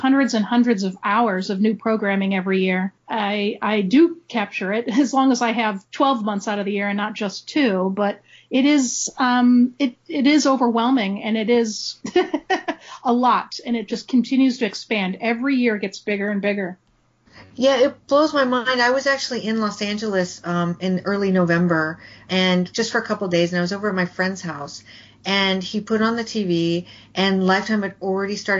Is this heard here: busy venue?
no